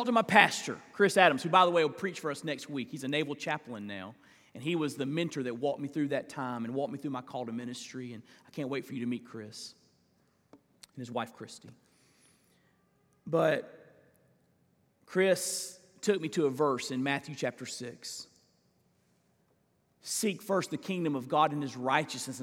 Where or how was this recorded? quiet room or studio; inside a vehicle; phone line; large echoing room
large echoing room